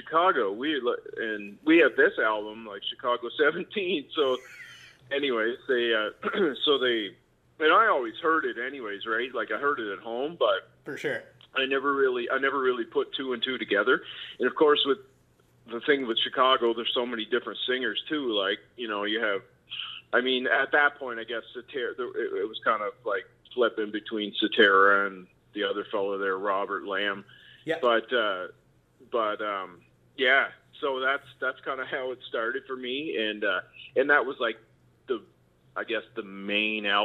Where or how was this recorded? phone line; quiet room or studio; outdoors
phone line